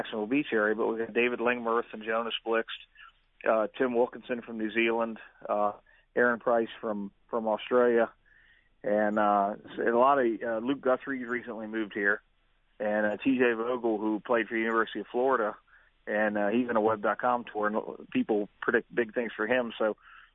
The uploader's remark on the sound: Are in the studio. Calls in from Hilton Head.